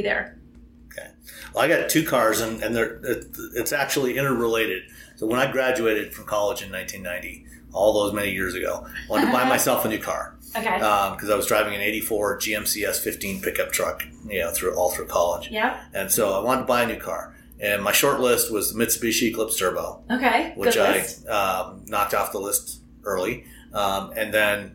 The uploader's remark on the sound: Record a live episode from a hotel room (sorry about the room echo) in Bozeman, Montana.